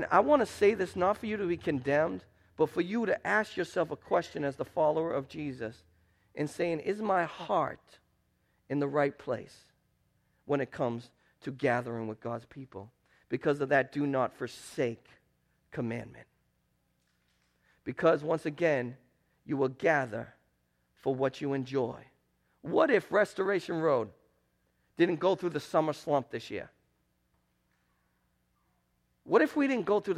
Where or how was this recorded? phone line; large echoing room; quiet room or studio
large echoing room